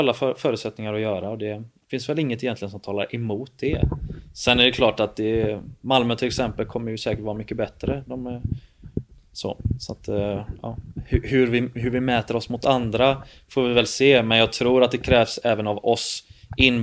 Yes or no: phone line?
no